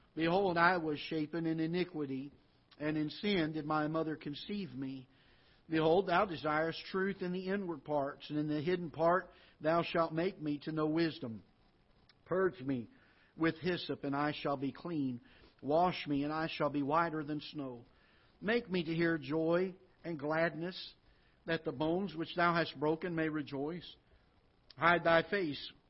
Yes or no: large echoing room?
yes